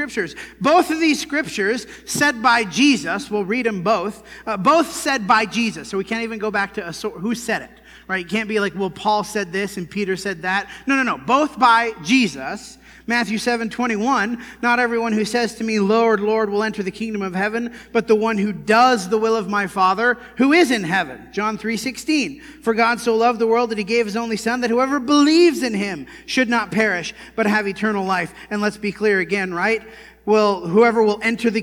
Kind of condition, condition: setting, large echoing room